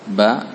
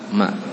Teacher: Paduan bibir atas dan bawah dalam keadaan tertutup hanya saja ringan ketika menutupnya. · Shown in: second take · Term: huruf mim